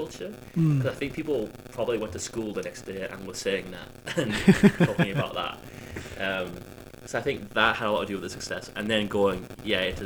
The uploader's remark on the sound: This week's episode is slightly marred by an unfortunate audio issue but we have decided to put it out anyway since we only realised after we'd recorded the whole thing.